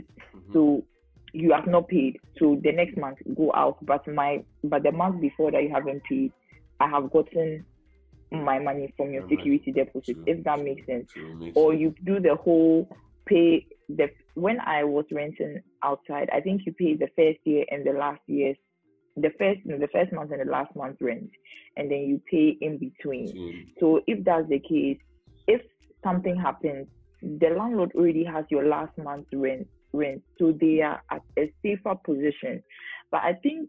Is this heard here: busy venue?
no